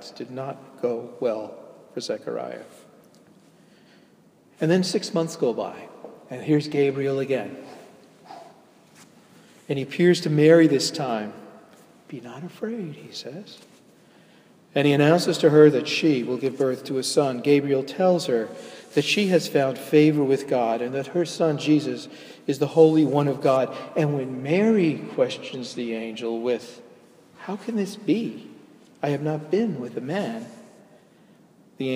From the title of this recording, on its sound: delivered at Jan Hus Presbyterian Church, NYC